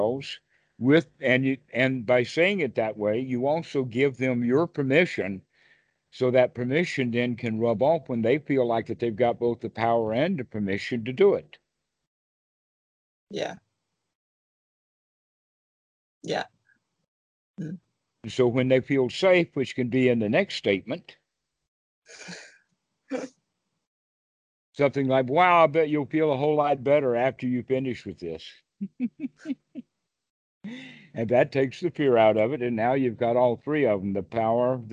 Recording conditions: video call